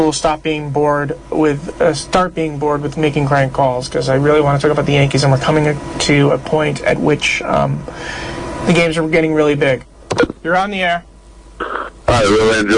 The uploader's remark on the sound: Prank Phone Calls Collection: 18 Crank Calls